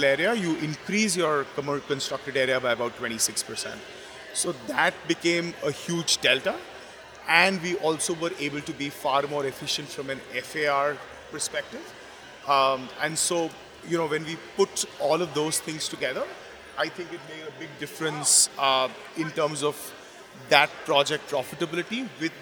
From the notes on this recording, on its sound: Deconstruct Live at The Real Deal's Miami Forum. We're bringing you an interview we did live.